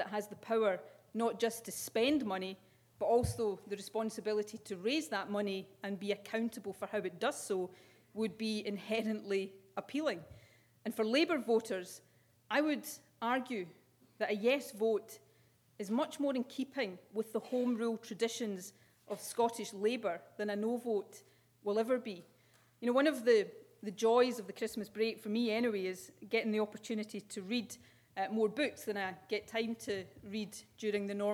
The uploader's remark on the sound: With a keynote speech at St Andrews University.